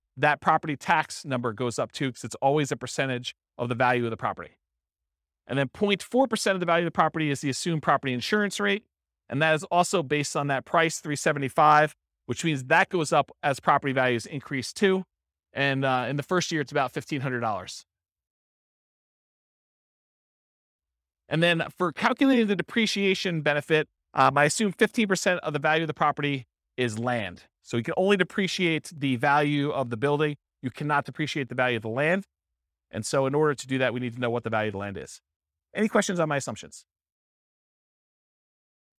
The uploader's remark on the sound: This was a live class recorded